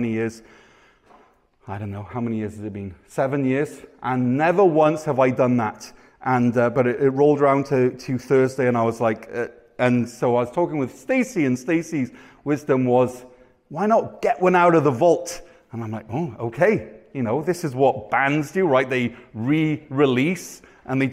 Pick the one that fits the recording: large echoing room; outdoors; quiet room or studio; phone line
large echoing room